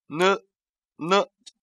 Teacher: 舌尖抵住上齿龈，然后松开，并且使气流通过鼻腔，然后呢，声带震动而成的这个音